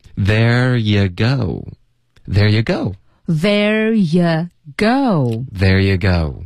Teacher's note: 中文的发音就是会比较钝，OK，然后英文呢是有滑动的，所以英文是 go 也是需要嘟嘴，跟我们第一句学的 have 的这个滑动是一致的，OK，所以是一个 go 的音，然后再嘟嘴 go，OK，、okay?别发成 go，OK、okay?或者 go。或者狗都不对。okay, okay,好的，听好了啊。嗯嗯，There you go, there you go, there